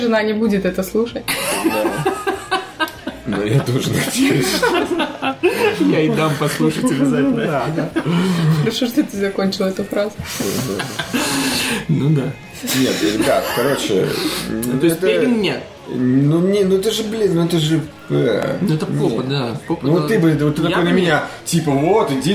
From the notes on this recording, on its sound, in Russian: Под звуки салюта в Лондоне в честь ночи Гая Фокса (реально хлопает на заднем плане приодически).